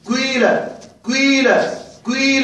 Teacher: تبدأ بضمة، والضمة تحصل بضم الشفتين ثم تكسر، فقيل نقول في الإشمام ها قيل قيل قيل